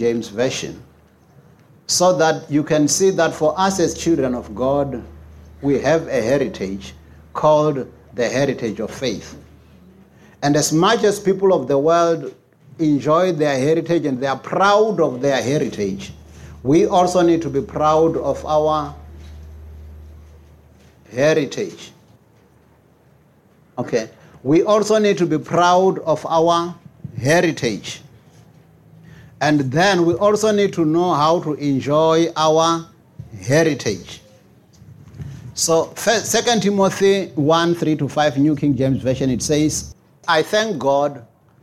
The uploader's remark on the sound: Preached at Jesus the Saviour Church, 185 Bobs Way, Eersterivier, Cape Town on 8 October 2023.